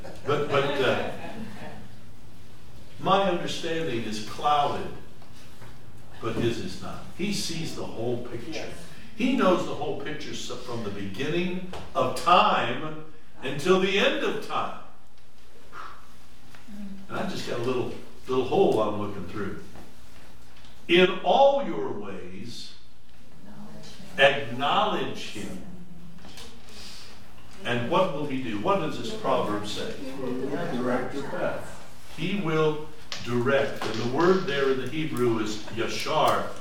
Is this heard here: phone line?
no